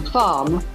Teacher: Se la lettera R precede una consonante, come nella parola farm, la fattoria, farm, la R non si dice.